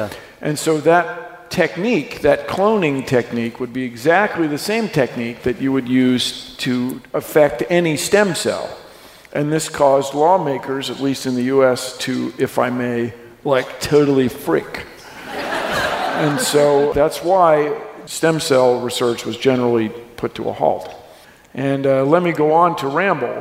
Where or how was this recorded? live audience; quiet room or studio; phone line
live audience